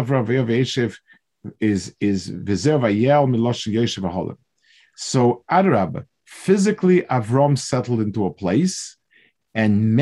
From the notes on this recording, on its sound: This shiur take place over Zoom.